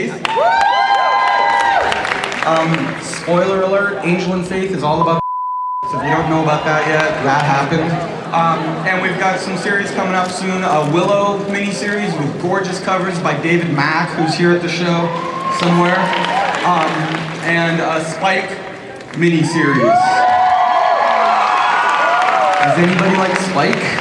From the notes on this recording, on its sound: panel from Comic Con 2012